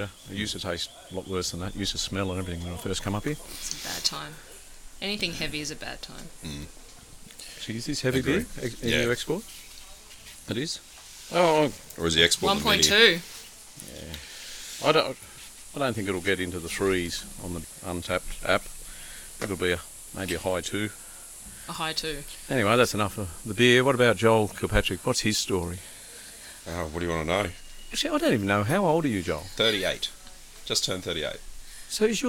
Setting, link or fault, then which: fault, sounds in the background